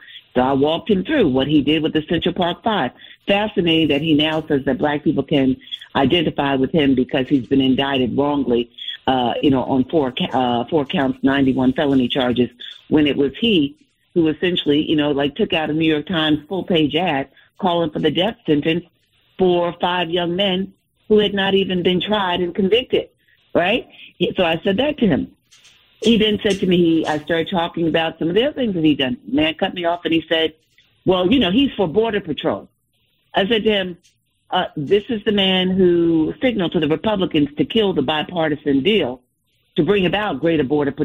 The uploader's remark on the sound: New Yorkers call in to sound off.